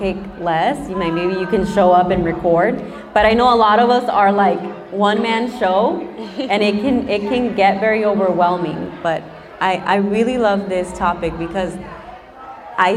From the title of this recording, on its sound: LIVE Recording